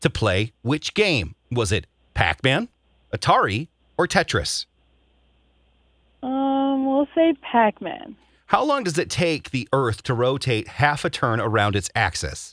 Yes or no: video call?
no